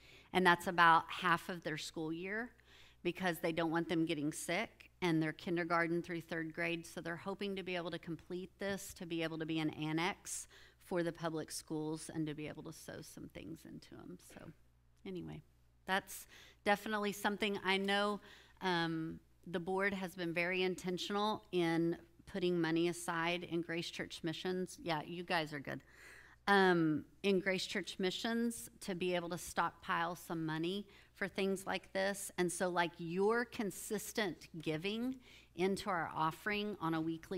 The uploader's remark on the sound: With the body at Grace Church. This episode is a recording of that Sunday morning service.